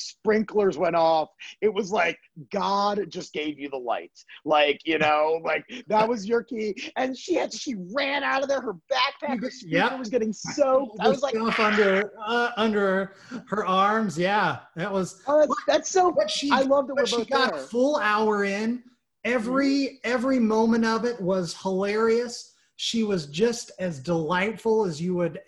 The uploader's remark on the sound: Recorded via Zoom